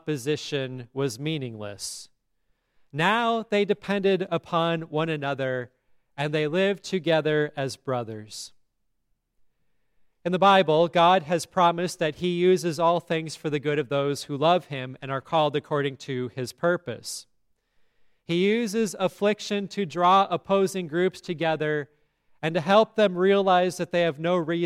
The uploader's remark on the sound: Listen to today's sermon at Grace Lutheran Church in Lexington, MO.